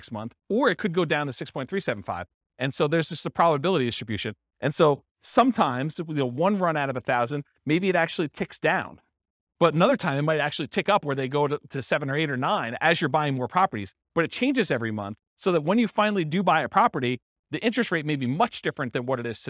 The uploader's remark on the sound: This was a live class recorded